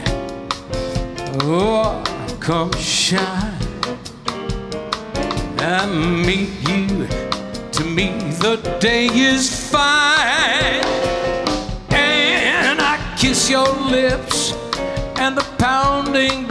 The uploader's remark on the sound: Live at the South Point Casino